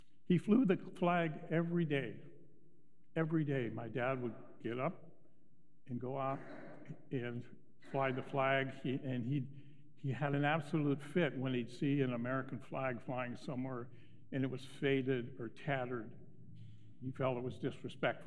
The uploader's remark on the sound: Recorded live at Beatitudes Church in Phoenix, AZ.